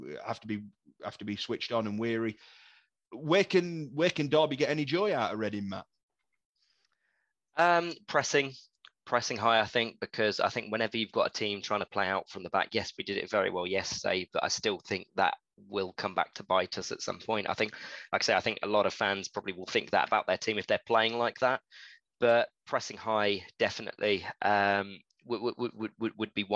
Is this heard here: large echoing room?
no